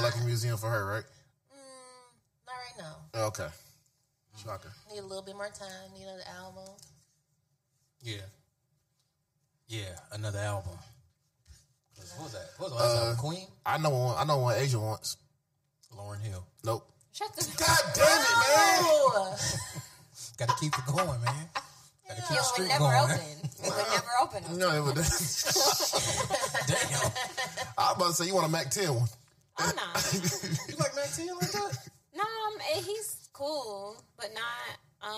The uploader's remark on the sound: Episode 31 has issues with the sound